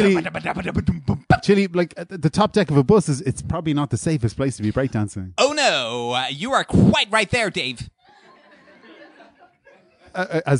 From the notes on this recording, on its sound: Live At The Tightrope. Live episode of Phoning It In recorded at The Tightrope upstairs in Anseo on May 14th 2018.